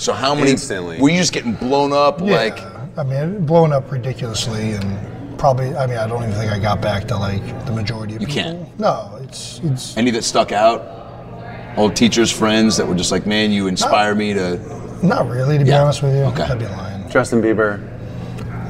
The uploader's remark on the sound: LIVE FROM THE PRO BOWL. Are in Orlando for the 2020 NFL Pro Bowl.